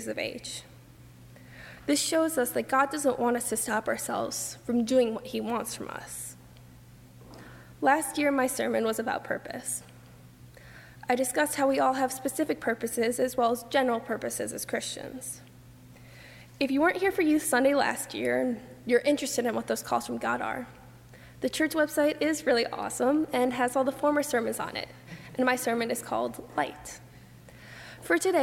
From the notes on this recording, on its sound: during the 8:30 AM and 11:00 AM services on Sunday February 11, 2018 as part of Youth Sunday, at First Presbyterian Church of Arlington Heights, Illinois